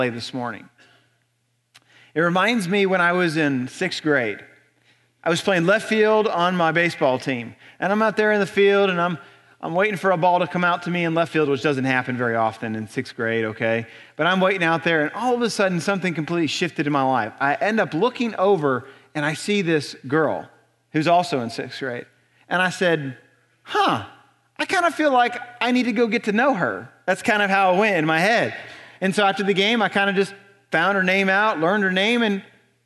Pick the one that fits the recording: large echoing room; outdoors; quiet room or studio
large echoing room